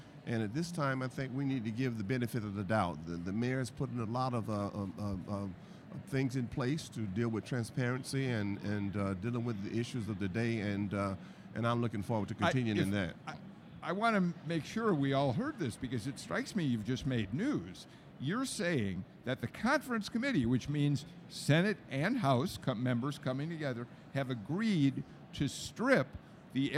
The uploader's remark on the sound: Live From The Capitol On Sine Die